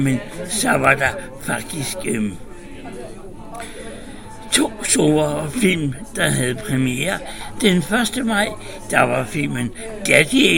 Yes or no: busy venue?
yes